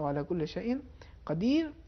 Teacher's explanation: جی قاف اور کاف یا گاف میں اجتماع ہو جاتا ہے. جی تو قاف کو عربی زبان میں تھوڑا موٹائی کے ساتھ استعلاء کے ساتھ ادا کرنا ہے. جی اور تقریباً زبان کے انتہائی حصے سے ادا ہوتا، لہذا وہو علی کل شیئن قدیر ہونا چاہیے، قدیر نہیں ہونا چاہیے.